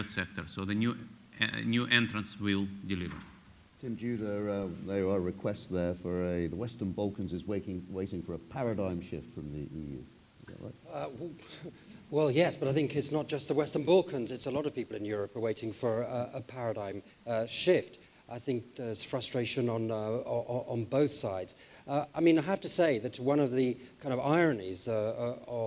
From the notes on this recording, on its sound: We recorded the most recent episode of Pocket Dilemmas in front of a live audience in Bosnia and Herzegovina ’s capital Sarajevo, host of last week’s 2019 Annual Meeting and Business Forum. Inside the country’s Parliament Building.